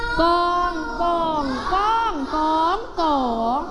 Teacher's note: คำว่าโก่งรูปวรรณยุกต์ไม้เอกเสียงของเขาก็จะเป็นเสียงเอก